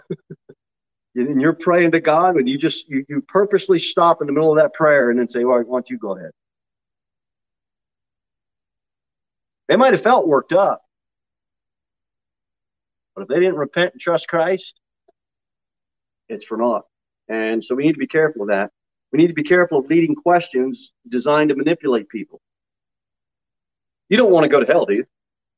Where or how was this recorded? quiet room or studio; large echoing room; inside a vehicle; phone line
large echoing room